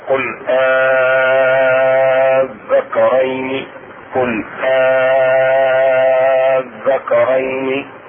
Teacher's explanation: قل أذكرين يمد مقدار 6 حركات أو 5 حركات · Term: مد الفرق